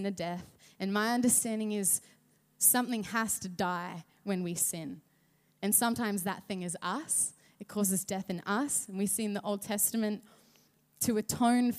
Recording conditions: large echoing room